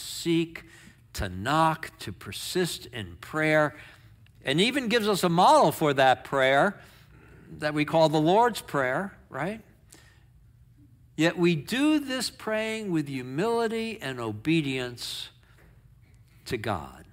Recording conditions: large echoing room